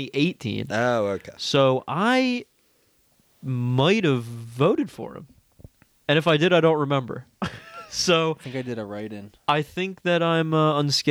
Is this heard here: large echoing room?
no